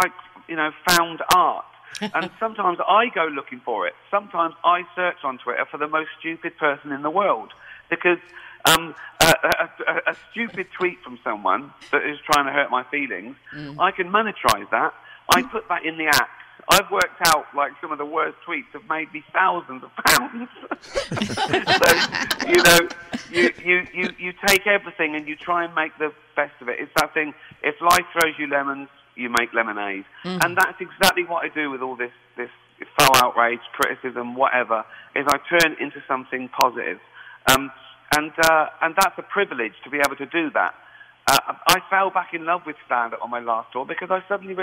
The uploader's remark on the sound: on the phone with the big show during our interview